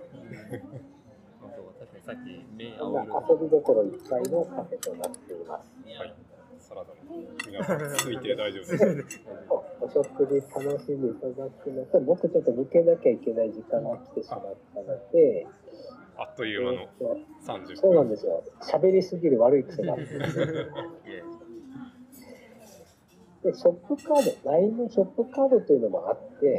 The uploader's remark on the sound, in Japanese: In 分身ロボットカフェDAWN ver.β。分身ロボットOriHimeによる接客は非常に未来感があって面白かったのですが、音声を録音してpodcastにすると、障害の存在を感じないのも面白い発見でした。